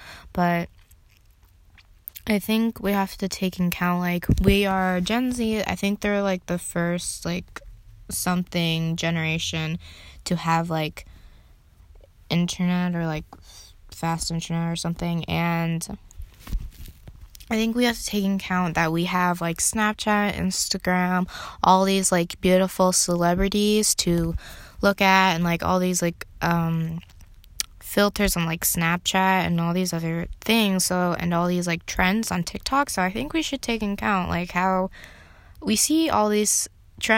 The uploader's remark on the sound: Listen to me ramble on about things on my phone!